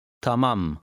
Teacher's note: stressing the second syllable, as is usual in Turkish. Tamam.